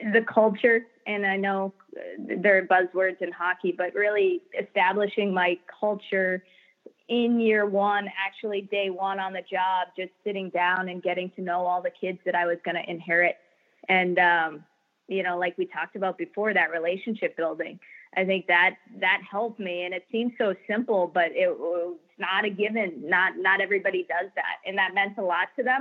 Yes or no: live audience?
no